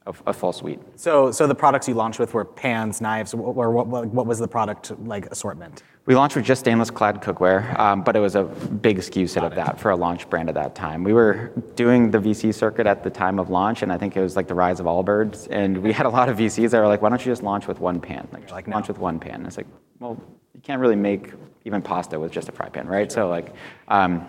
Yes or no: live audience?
yes